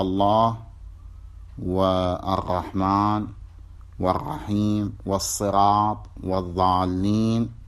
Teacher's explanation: هذا 14 حرفا تسمى بالحروف الشمسية، ويجب إظهارها في بقية الحروف اللي هي الحروف القمرية، فتقول في الله والرحمن والرحيم والصراط والضالين بالإدغام، يعني اللام لا تظهرها، لا تكون ظاهرة · Term: اللام الشمسية